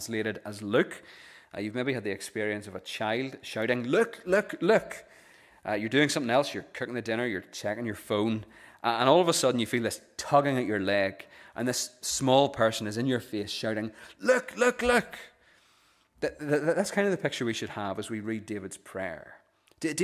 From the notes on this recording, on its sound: The recording of the Bible reading and sermon from our evening service on Sunday 17th September 2023. This is the recording of the Bible reading and sermon from our evening service.